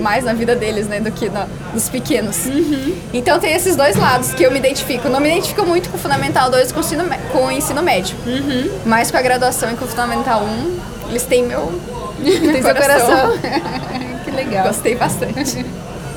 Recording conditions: busy venue